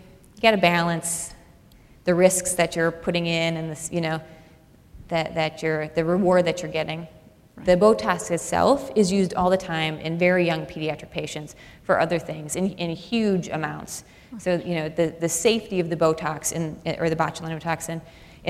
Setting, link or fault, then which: setting, live audience